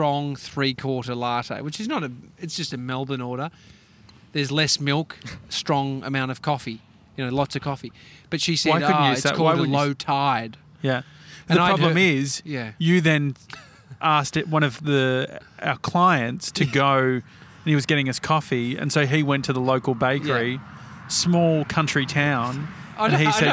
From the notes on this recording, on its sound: Stacks On At The Big Strawberry. We're doing the show live outside the Big Strawberry in Koonoomoo, Victoria.